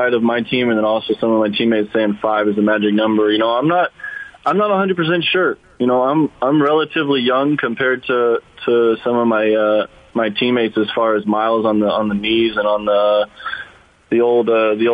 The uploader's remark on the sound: called in to the Mason and Ireland show